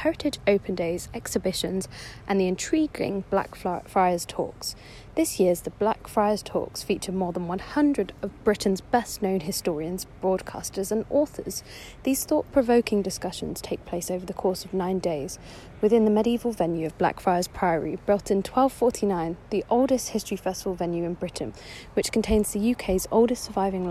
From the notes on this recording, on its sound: A special episode of our Podcast from Gloucester History Festival